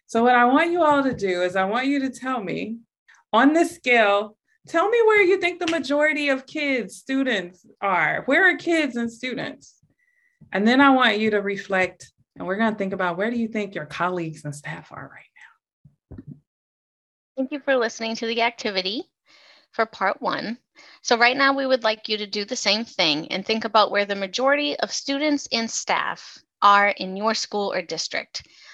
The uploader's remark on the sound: This is an audio recording from a Zoom meeting and may include language not relevant to a podcast setting.